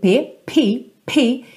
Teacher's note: Olha o arzinho no P